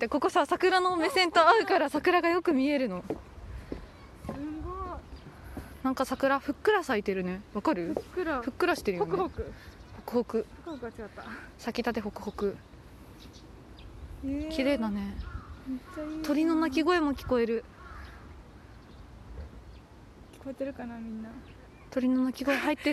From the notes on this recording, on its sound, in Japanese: 桜満開の公園から聴こえる春の音。こちらは数週間前の収録でして。